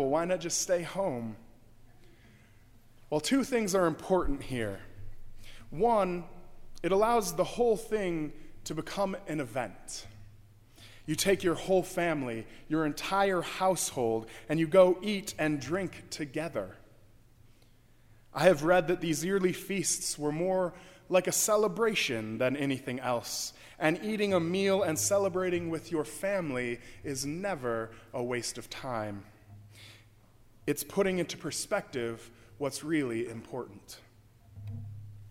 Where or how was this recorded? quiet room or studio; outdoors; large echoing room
large echoing room